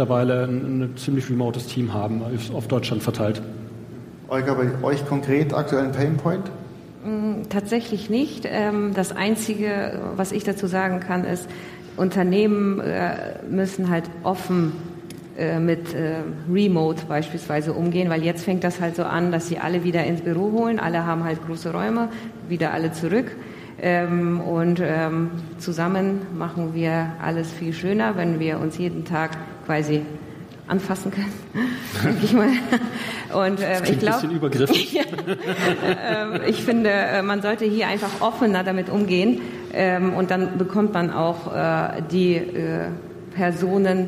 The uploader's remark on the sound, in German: Die zweite Aufnahme live von der großen Bühne